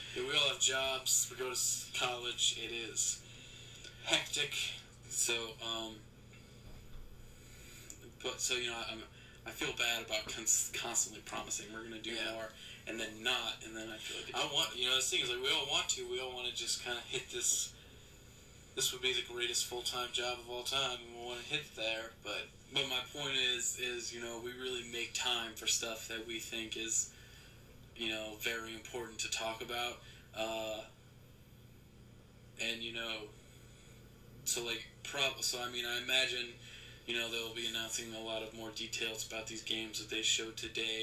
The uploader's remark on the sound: I apologize for the audio quality i had recorded this on an old format that wasnt compatible so i had to jump through some hoops to get this audio for live.